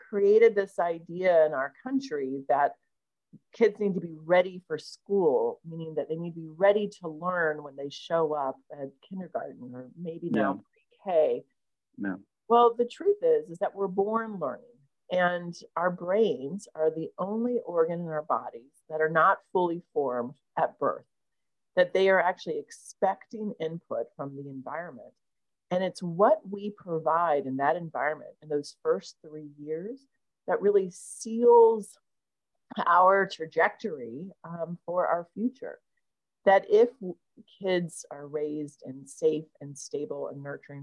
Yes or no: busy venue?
no